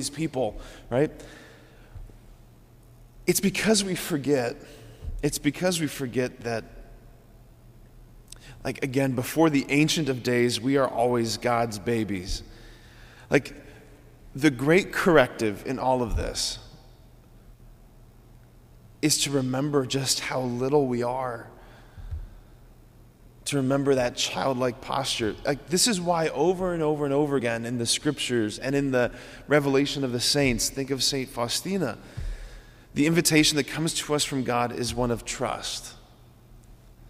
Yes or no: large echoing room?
yes